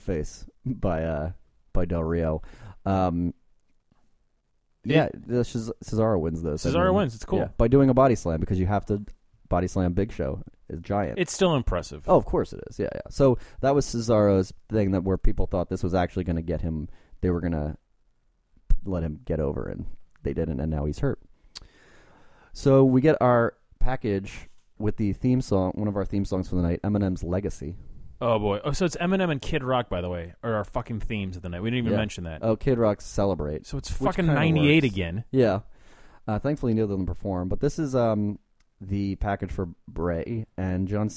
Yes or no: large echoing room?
no